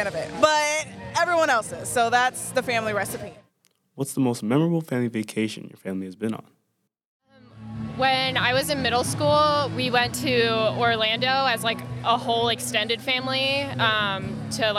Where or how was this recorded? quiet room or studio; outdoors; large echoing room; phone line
outdoors